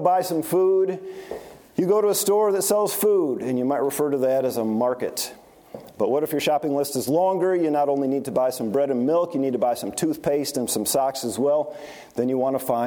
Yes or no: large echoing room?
yes